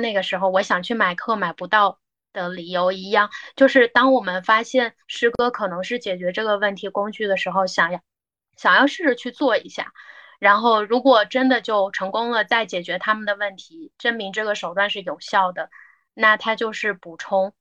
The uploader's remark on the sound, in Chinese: 因各位嘉宾分散各个城市，此次音频采用腾讯会议录制而来。